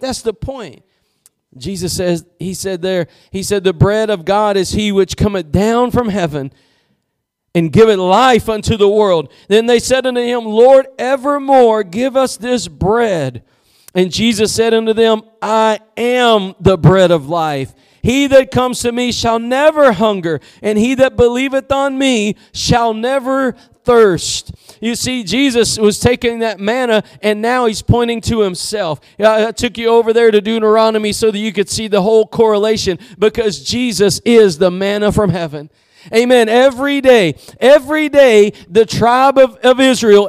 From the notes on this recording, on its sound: Preached at Gospel Lighthouse in Bossier City, La.